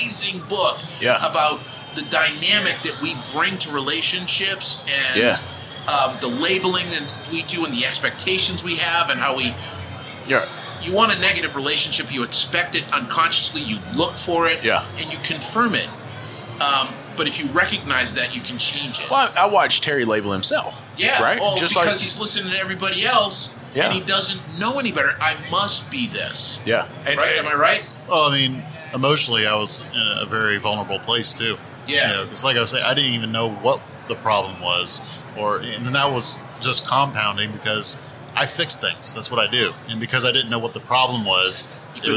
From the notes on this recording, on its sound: Recorded live at AAPEX 2022.